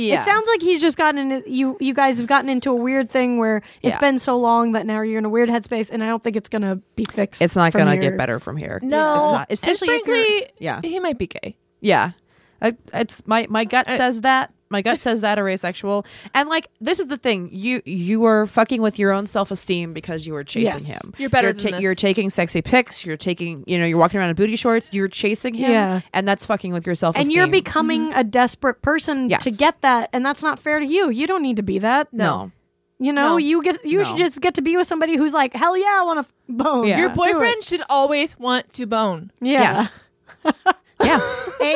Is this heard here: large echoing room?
no